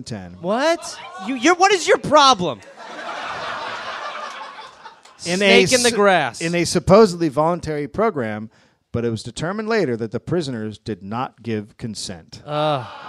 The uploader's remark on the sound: Live in Los Angeles